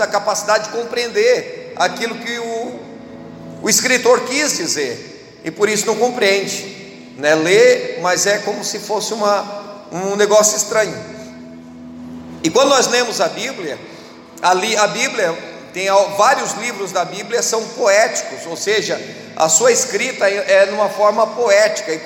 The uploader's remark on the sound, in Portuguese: Você está assistindo culto ao vivo da IEQ Mina do Mato , direto de Criciúma-SC.